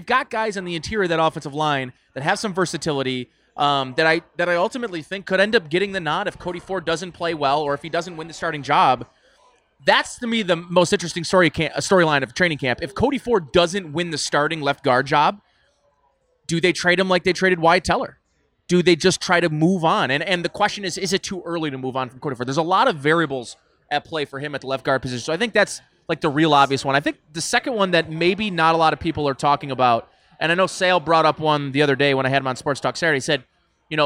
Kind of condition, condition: setting, busy venue